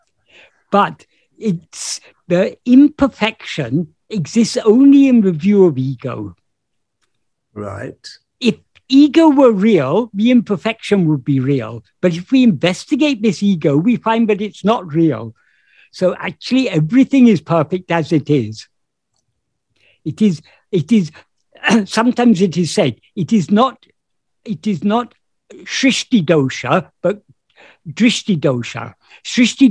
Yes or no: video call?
yes